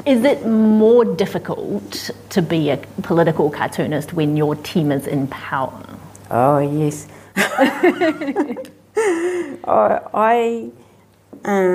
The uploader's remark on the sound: At the 2021 Marlborough Book Festival